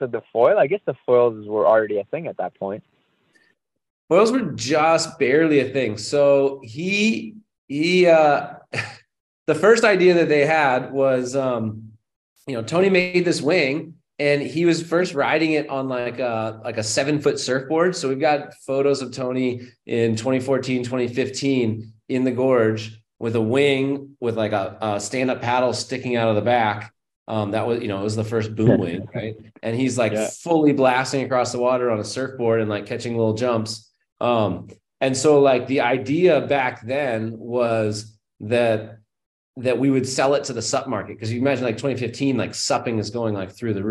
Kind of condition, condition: link, video call